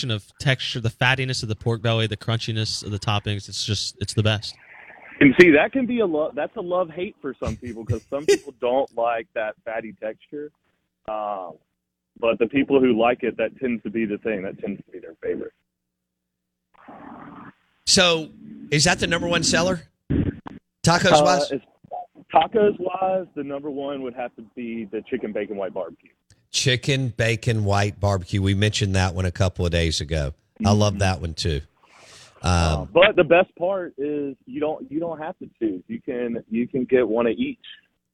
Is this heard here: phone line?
yes